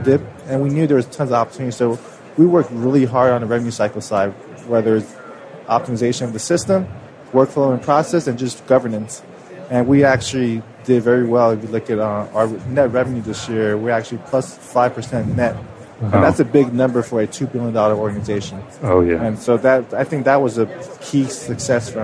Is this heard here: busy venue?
yes